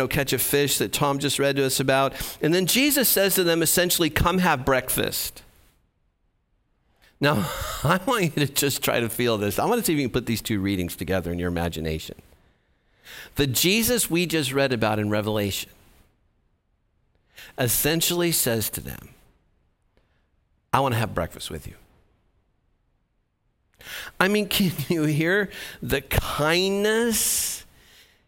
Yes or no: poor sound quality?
no